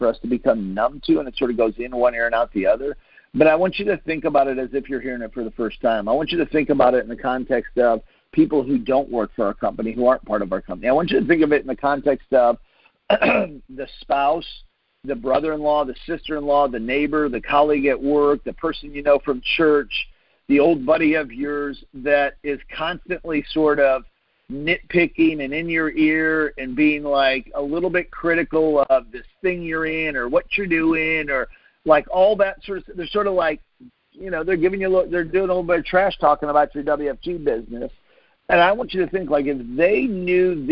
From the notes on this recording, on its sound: Team Freedom conference call on 6/28/19.